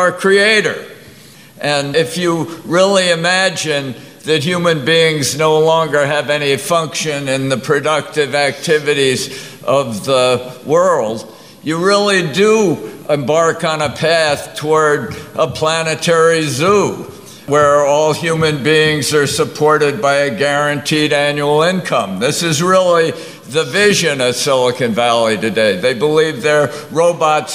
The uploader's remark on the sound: Part two of a panel discussion on “The Danger of Totalitarian Science,” held at the July 2018 FreedomFest in Las Vegas.